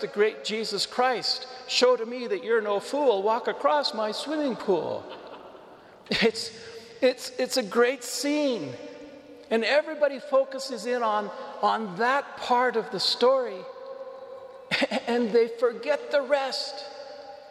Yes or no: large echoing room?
yes